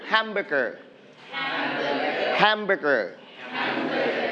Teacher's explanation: We are going to stress on the first syllable, ham.